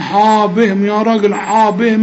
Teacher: الحاء مرققة مع المد بتاعها